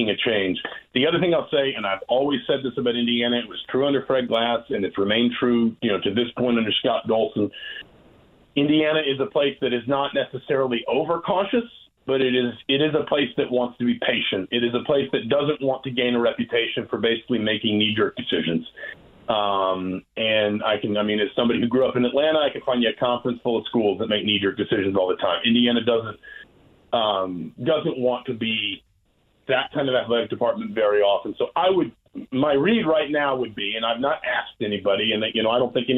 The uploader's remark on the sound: opens the phone lines and takes some calls